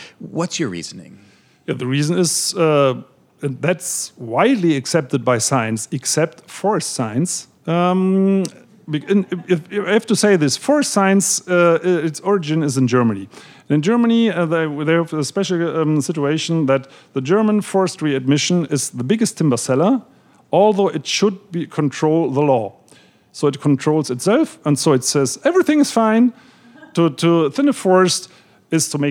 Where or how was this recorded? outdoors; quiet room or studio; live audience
live audience